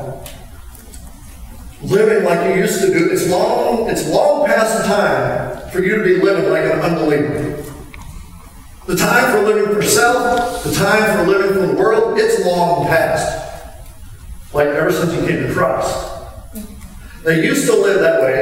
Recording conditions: poor sound quality